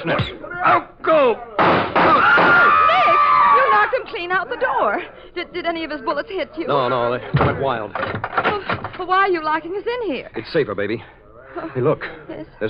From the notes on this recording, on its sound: There are only a few recordings of this series known to exist and most are suffering from poor audio. This is a rebroadcast of the Armed Forces Radio Service broadcast in 1945.